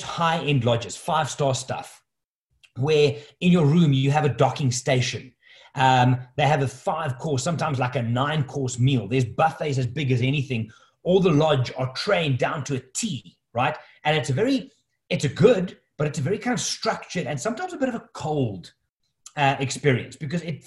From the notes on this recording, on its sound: the audio of a webinar that I recently hosted